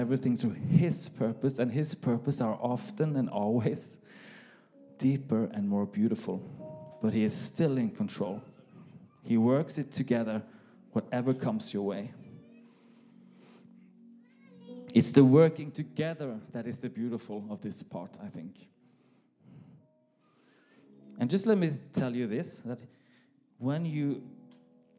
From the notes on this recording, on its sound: This message was recorded live at our Malmö Gathering on Sunday, June 18th, 2023.